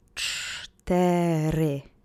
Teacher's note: put the accent on the first syllable